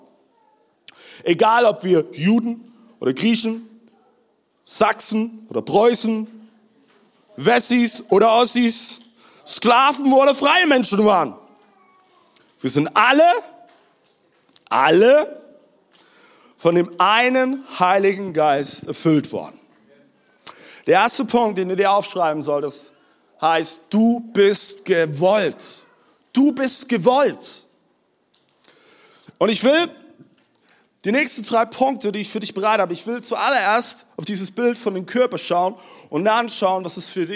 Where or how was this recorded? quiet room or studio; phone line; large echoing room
large echoing room